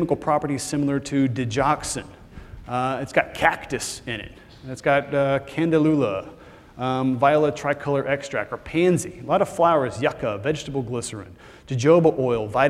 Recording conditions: live audience